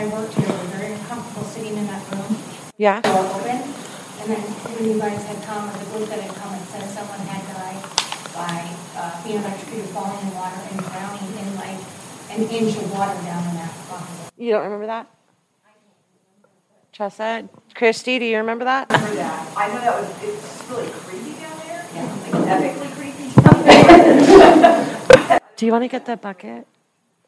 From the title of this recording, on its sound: w/LIVE audience